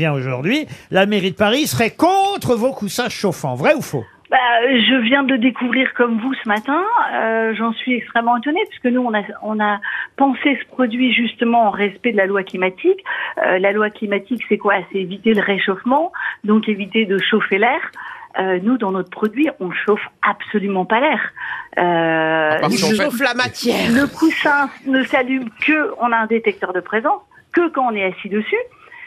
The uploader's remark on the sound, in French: Les Grosses Têtes ont eu au téléphone ce 4 janvier